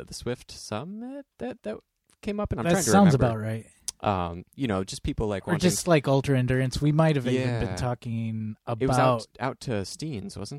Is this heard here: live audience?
no